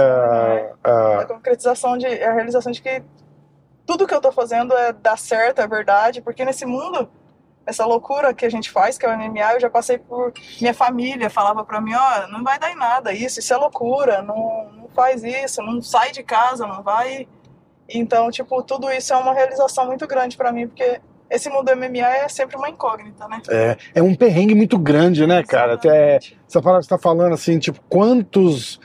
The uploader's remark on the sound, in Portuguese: Demos uma volta pelas ruas de Boa Raton